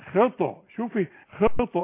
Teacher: خطأ تبين ان دي طاء مش بين التاء والطاء